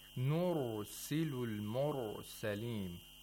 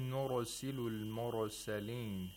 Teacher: Nur Silul Mur Salim, the two ra's in verse 48, they have to be pronounced with tafkhim, with thickness, because they are sakin preceded by a dhamma. · Shown in: first take